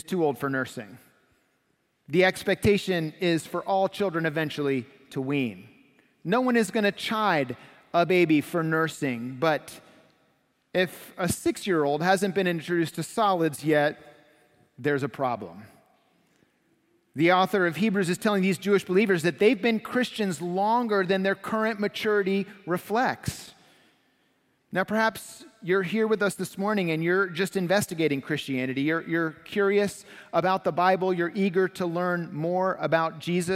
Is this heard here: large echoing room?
yes